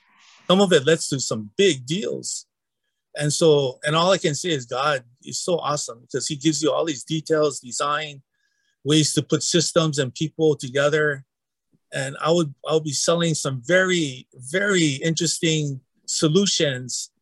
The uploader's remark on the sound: It is a little different as we recorded it in a members only webinar for the Equippers Lab. You'll hear pastors asking questions which probably makes this richer than if it were a straight interview.